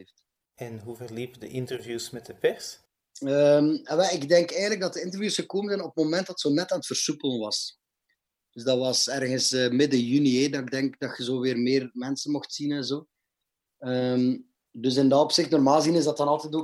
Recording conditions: video call